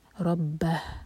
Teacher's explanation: रा हैवी और आखिर में हा का साउंड क्लियर आए